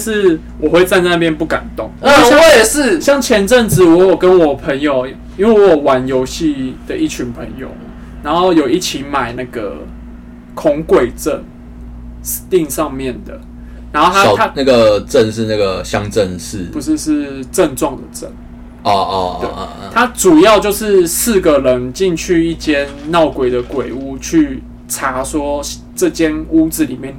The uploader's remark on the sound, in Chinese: 這集因為設備問題音質有點差